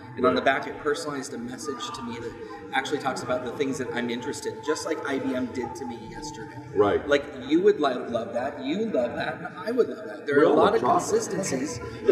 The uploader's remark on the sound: live at IBM InterConnect